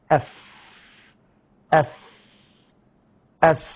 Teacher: حرف مهموس رخو فيه الهمس والرخاوة في ذات المخرج دون أن يتعدى إلى مخرج آخر